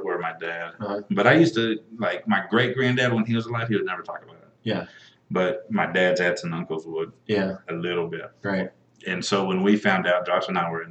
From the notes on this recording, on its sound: Sorry it sounds like we're in a tunnel.